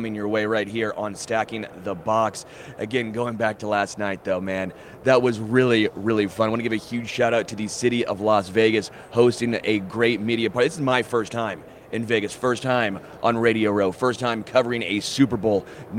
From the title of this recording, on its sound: Live from Super Bowl LVII